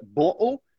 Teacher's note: o Cockney accent, que eles acabam fazendo no lugar do T, o que a gente chama de glottal T. Eles cortam e fazem uma pausa.